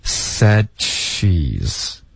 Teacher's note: 从这个嘴型，你舌尖顶上颚，接着发一个 she 的时候呢，你就会自然而然爆一点这个 ch 的音